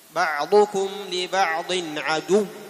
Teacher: هذه الواو مشددة ليست مدية